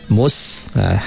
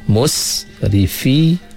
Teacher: hamas pada huruf sin, kita bunyi percikkan angin sikit bila kita kunci sin itu.